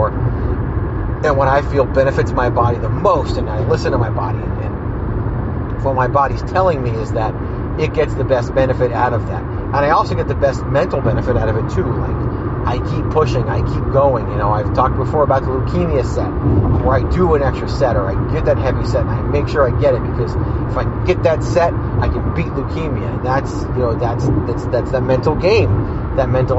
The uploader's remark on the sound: Fires up the voice recorded on the way home from his Leukemia blood work. Raw and unfiltered (literally, including background news since you're literally driving).